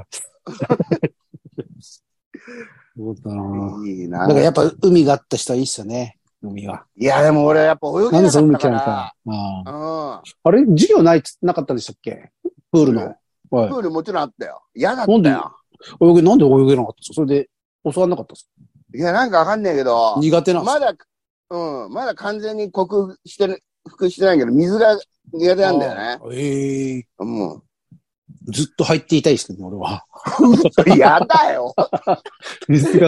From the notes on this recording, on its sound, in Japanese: ZOOMで収録